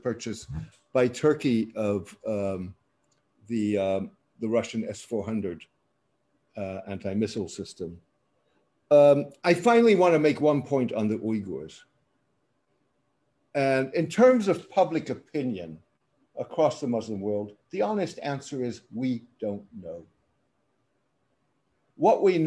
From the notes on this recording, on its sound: This public talk was conducted online via Zoom